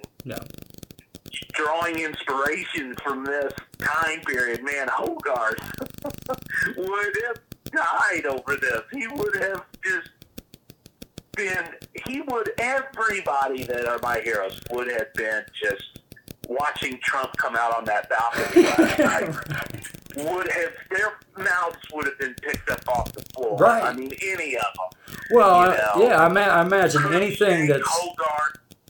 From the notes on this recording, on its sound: This is a raw interview presented because sometimes the conversation is more important than the quality of the audio.